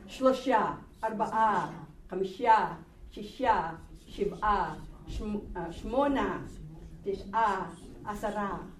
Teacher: the accent is on the last syllable